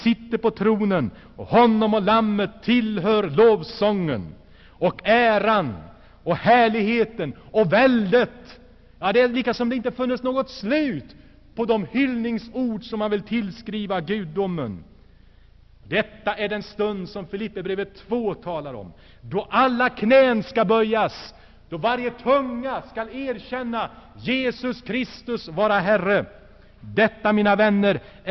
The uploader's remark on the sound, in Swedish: Inspelad i Saronkyrkan, G&#246;teborg 1985-02-03.